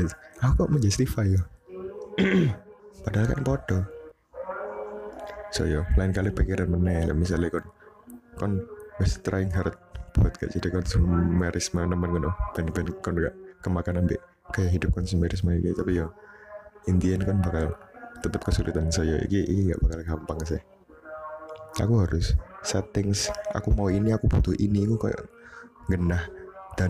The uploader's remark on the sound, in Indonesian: maap audio jelek.